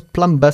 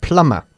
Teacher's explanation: pero no decimos plumber, sino plama. La B es muda. · Shown in: second take